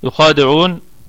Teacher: الآية كلها مرققة ما عدا حرف الخاء، فهو في أعلى درجة من درجات التفخيم